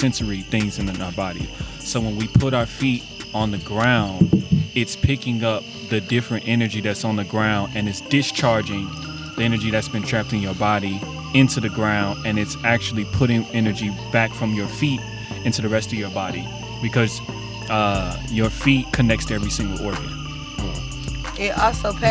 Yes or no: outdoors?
yes